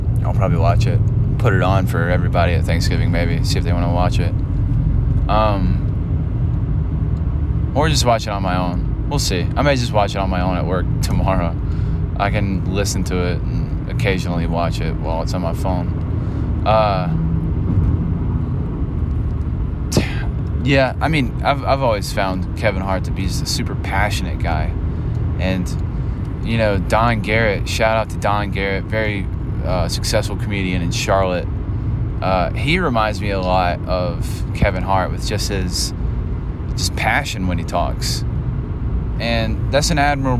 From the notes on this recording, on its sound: Driving. Drives to an open mic while providing silly banter.